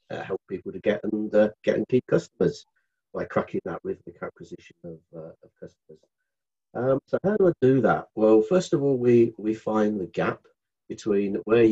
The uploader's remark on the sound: Your Partnerships Online Networking Event. Live networking event brought to you by Your Partnerships.